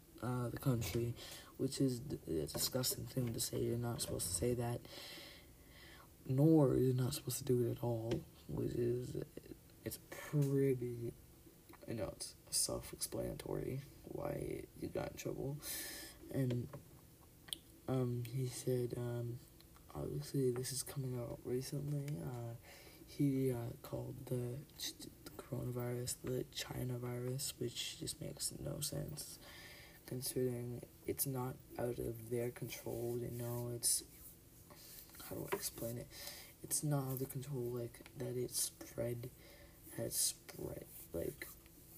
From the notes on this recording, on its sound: Pls turn up volume. Turn up volume my mic was low volume for some reason?